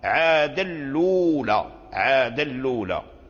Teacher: نقل حركة الهمزة من كلمة ألولى أي الأولى إلى الساكن أي إلى اللام وحذف الهمزة · متحرك، فحرك نافع اللام وأدغم التنوين من عادا أدغم في اللام، فصار اللام مشددا محركا بالضم أي بضمة الهمزة · Term: النقل